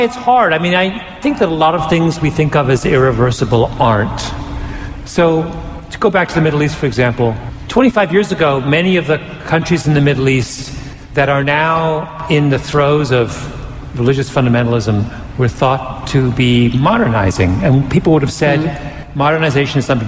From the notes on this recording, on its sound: Recorded live at NYC’s Hammerstein Ballroom.